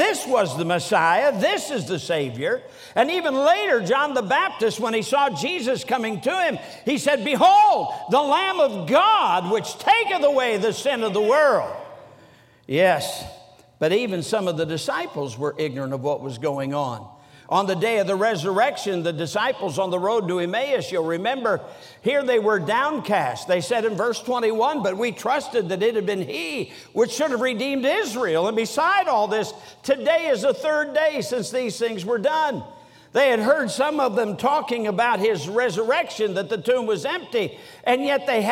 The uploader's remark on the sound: during the Sunday Morning service of the 47th Annual Stewardship and Missions Conference on October 15, 2023, at North Valley Baptist Church in Santa Clara, California